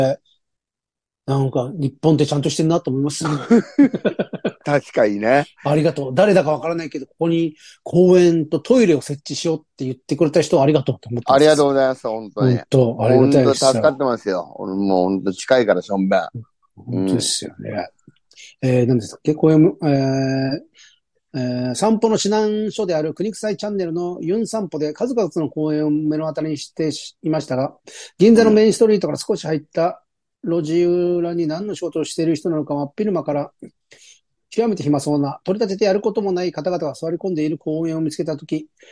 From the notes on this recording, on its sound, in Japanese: ZOOMで収録